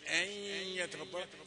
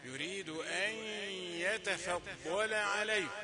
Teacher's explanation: في غنة نون ساكنة وجي بعدها ياء · Shown in: second take